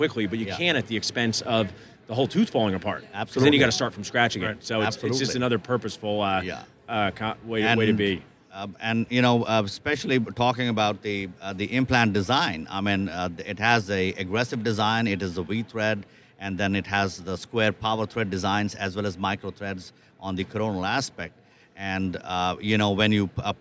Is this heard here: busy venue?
yes